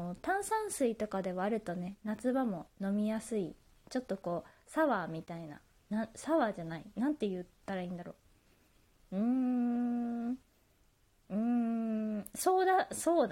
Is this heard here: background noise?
yes